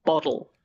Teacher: It's kind of like a rapid D. It's not a D, but it's a more rapidly said D, bottle. · Term: a flap or a tap